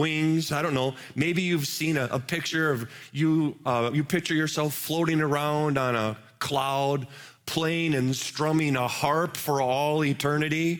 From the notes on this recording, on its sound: Live from our Celebration Ministry Center